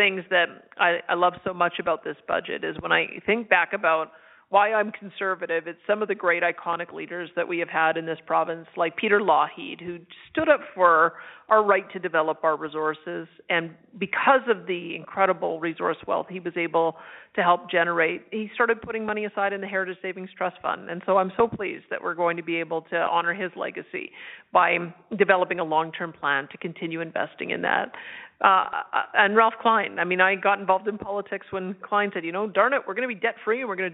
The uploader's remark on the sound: Held an interactive telephone town hall.